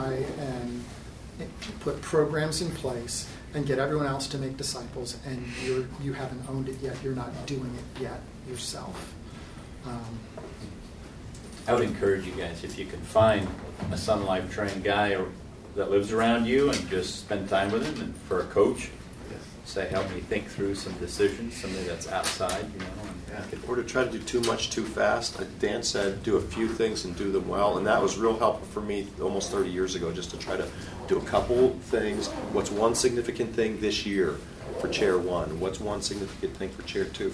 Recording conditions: busy venue